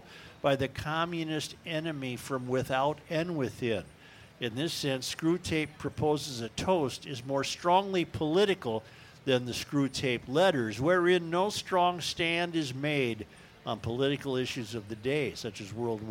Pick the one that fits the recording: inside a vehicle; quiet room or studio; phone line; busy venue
busy venue